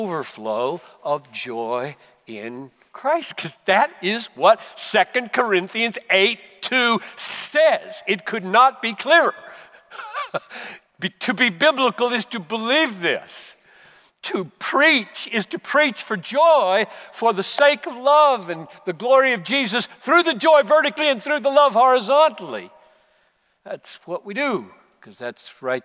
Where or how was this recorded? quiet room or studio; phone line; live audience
live audience